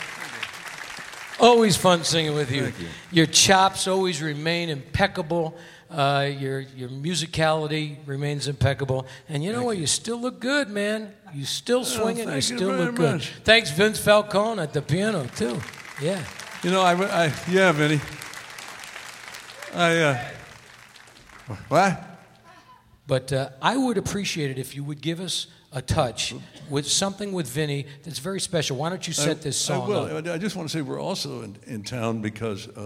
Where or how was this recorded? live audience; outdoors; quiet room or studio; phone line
live audience